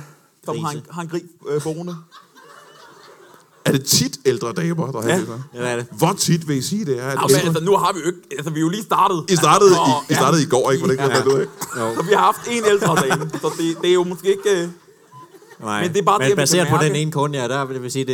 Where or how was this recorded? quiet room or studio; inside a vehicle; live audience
live audience